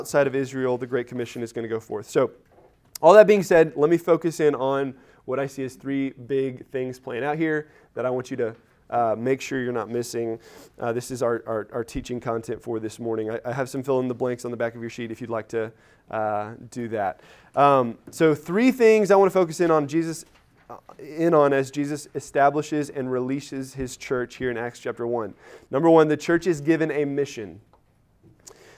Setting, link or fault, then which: setting, large echoing room